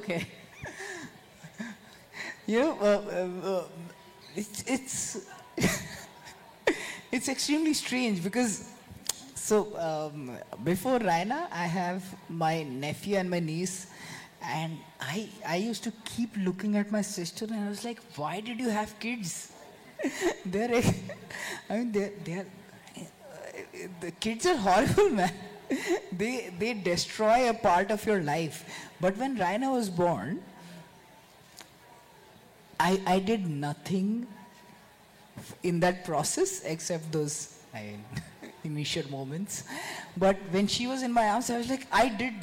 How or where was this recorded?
live audience